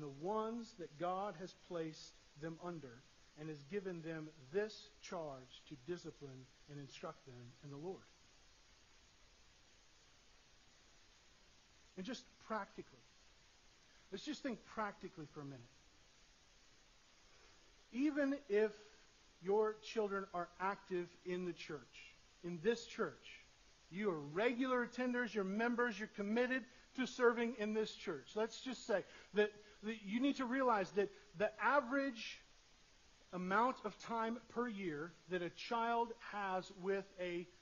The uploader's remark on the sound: Sorry for the poor audio quality